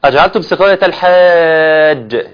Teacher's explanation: مد لازم، كلمة مثقل يمد بمقدار ست حركات. ست حركات.